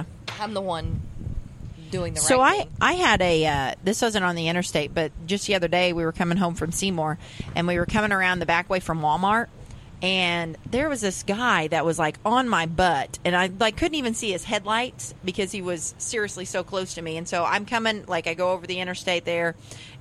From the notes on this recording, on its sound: podcast from the Vernon Labor Day Arts Festival on Saturday September 1st